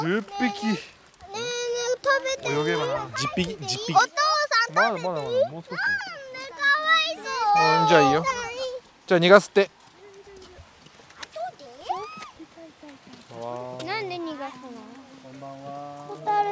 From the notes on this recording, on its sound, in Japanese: 外録回》。今回もお外で録音です＊＊＊ 車の音やカエルの鳴き声、小川のせせらぎ、通りすがりファミリーのお声まで！